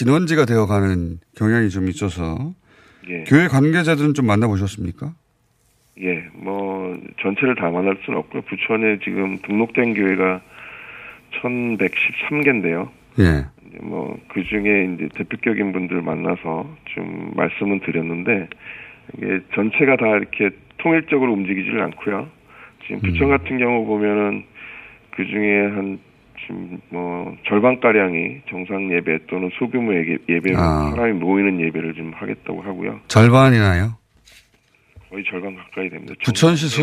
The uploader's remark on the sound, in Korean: 전화연결